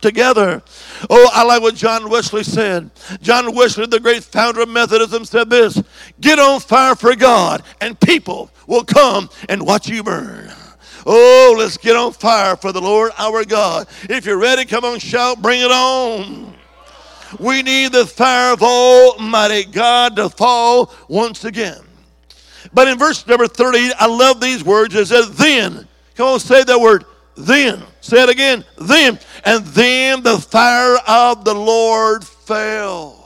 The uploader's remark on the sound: On June 25th, 2023 at Shady Oaks Assembly of God. Monday evening service.